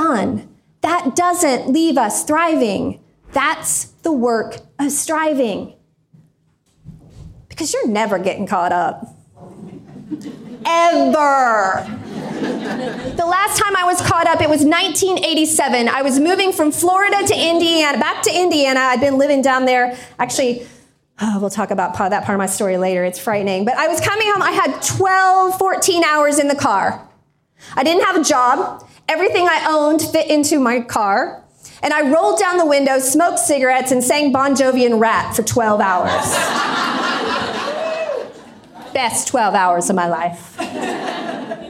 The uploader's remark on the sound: This is the audio from a keynote I did for Linking Indy Women in Indianapolis. This is the audio from a keynote I did for Linking Indy Women in Indianapolis. Over 100 amazing career women came early on January 15th to The Hatch co-working space.